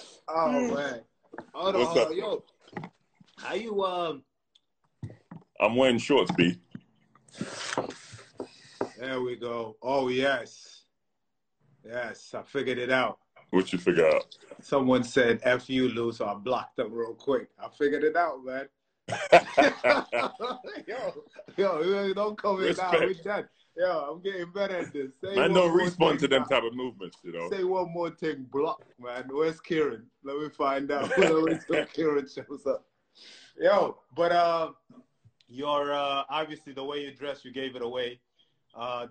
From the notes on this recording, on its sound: Instagram live discussions